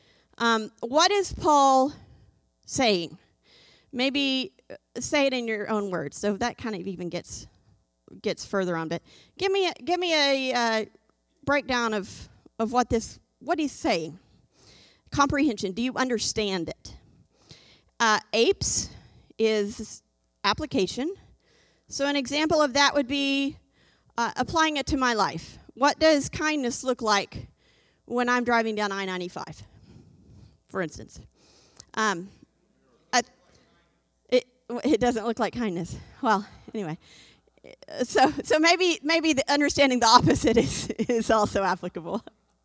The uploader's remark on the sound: This JAT was recorded live on January 9th, 2022 at Newark United Pentecostal Church